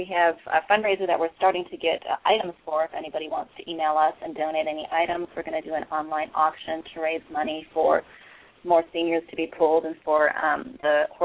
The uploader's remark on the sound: open up the lines for listeners to call